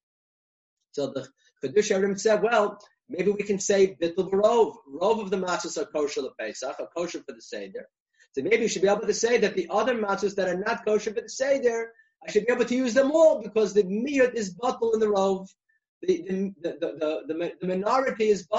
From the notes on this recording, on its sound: recorded ZOOM conference